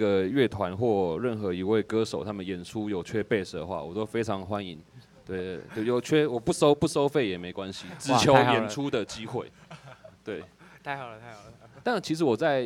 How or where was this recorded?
outdoors